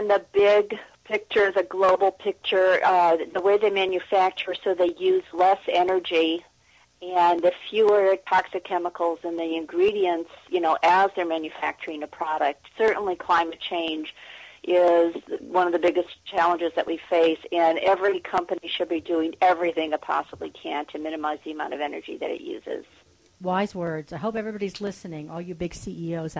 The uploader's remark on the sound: call in as our Green Dude this week